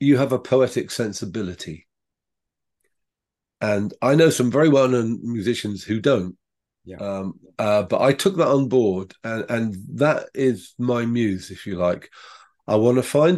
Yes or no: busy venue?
no